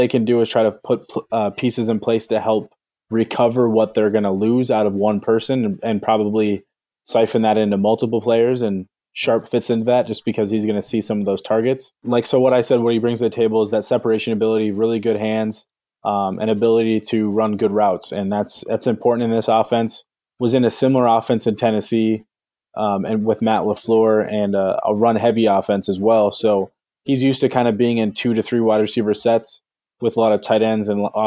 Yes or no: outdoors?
no